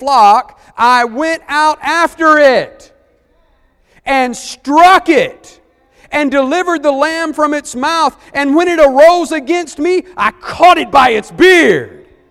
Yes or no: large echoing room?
yes